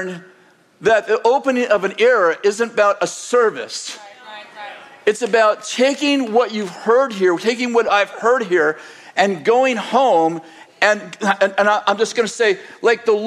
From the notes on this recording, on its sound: In this sermon delivered on February 11th, 2024, at Bethel Church in Redding, CA